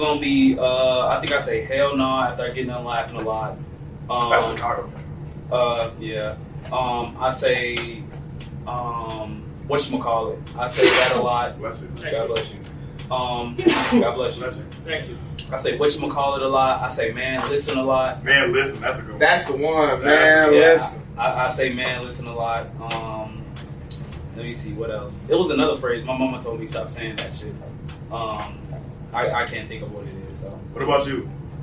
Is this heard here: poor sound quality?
yes